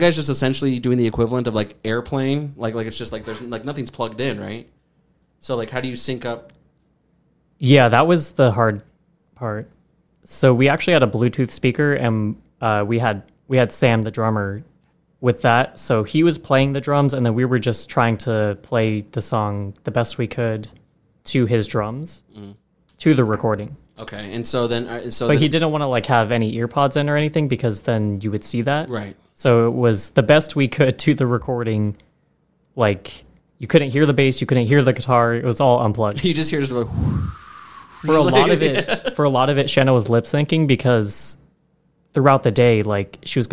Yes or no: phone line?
no